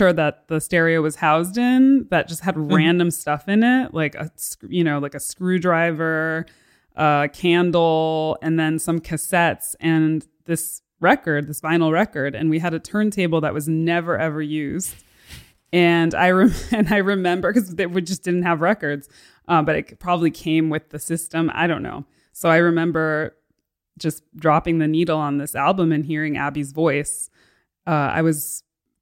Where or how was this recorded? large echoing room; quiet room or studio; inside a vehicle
quiet room or studio